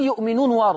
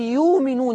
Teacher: ورش يقول يؤمنون يقلبها حرف مد · Shown in: second take